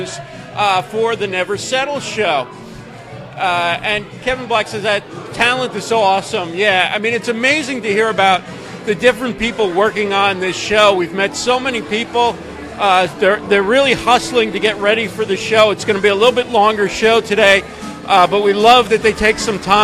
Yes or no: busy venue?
yes